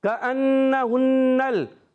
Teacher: نون مشدد میں اور می مشدد میں ہمیشہ ایک الف کا گنہ ہوتا ہے